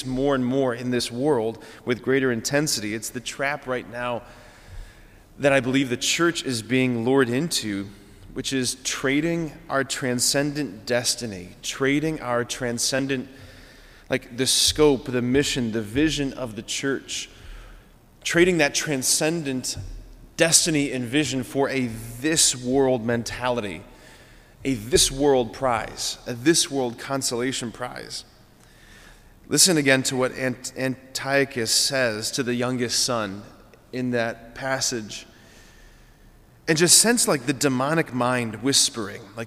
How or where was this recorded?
large echoing room